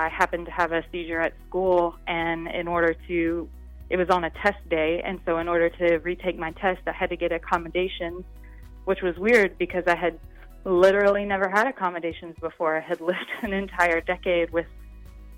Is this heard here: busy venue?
no